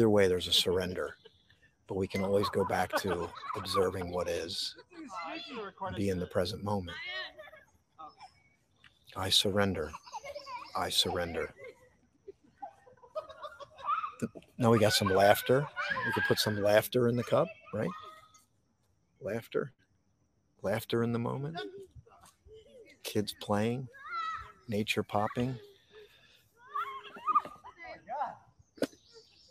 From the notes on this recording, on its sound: This Episode originally streamed live on location at Goat Hill Overlook - Lambertville, NJ. The audio from this podcast was taken directly from this live stream.